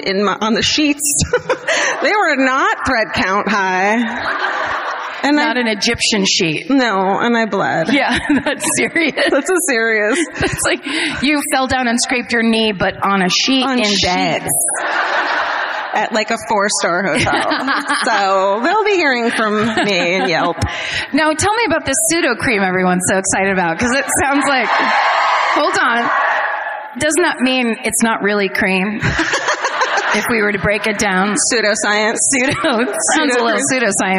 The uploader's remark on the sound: Live at the Bord Gáis Energy Theatre in Dublin